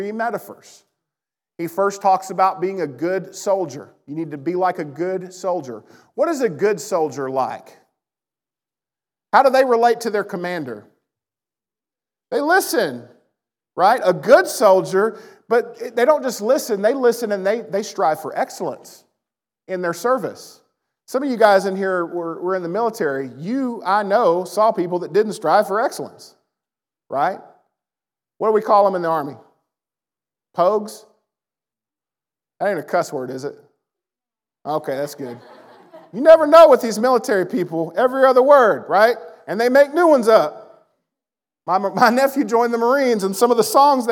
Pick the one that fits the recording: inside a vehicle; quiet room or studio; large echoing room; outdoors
large echoing room